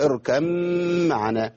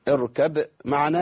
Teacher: على الادغام، الإدغام الكامل، اتفق على الإدغام الكامل في اركب معنا، بقت اركم معنا